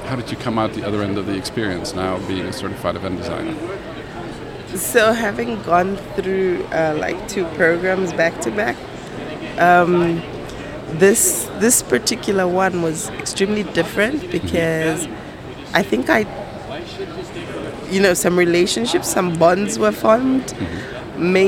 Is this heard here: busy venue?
yes